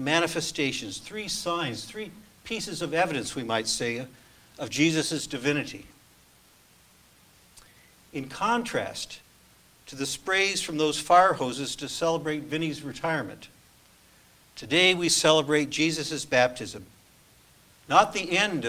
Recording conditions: large echoing room